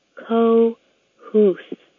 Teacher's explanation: The accent is on the co.